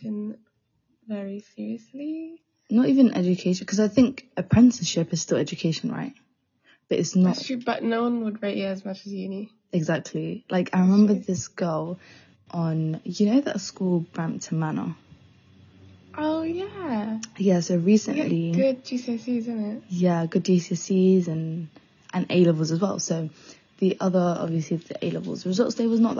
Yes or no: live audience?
no